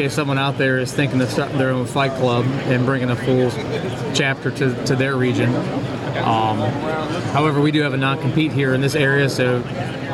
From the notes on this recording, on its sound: live at the SC Fire-Rescue conference